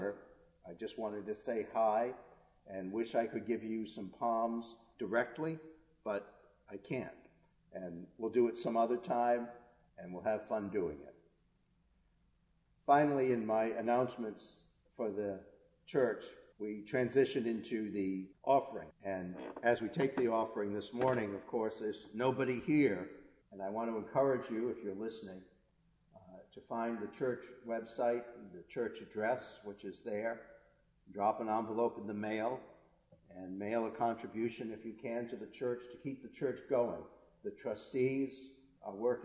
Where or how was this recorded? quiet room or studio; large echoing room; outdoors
large echoing room